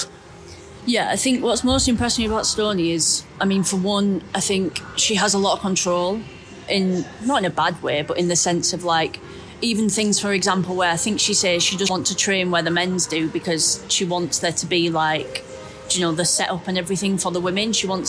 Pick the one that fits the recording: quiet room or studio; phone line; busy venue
busy venue